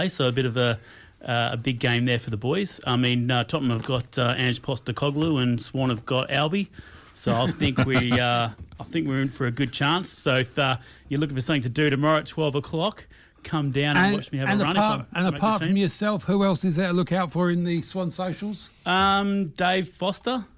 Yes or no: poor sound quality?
no